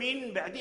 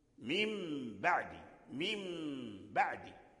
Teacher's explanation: فأنت تنطق بالميم الأولى المكسورة ثم تنطق بميم ساكنة · Shown in: second take · النون ترجع ميما ساكنة، ميم بعدي، ميم بعدي.